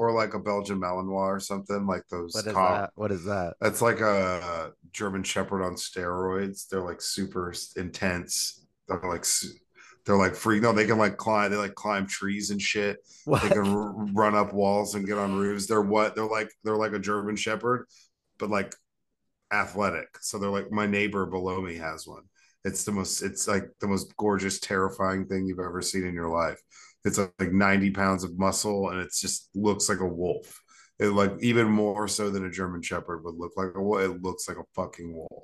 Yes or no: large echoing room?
no